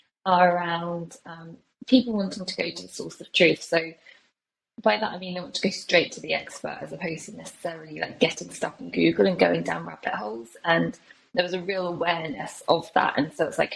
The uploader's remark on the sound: Recording this on Riverside. Recording this on Riverside.fm.